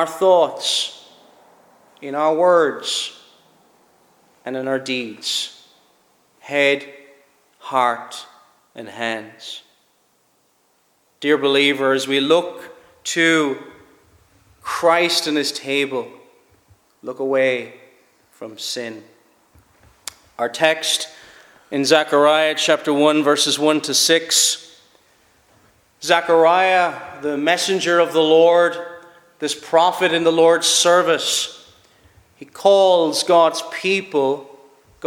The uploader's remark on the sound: Preached at Shettleston Free Church -Continuing- for their communion season.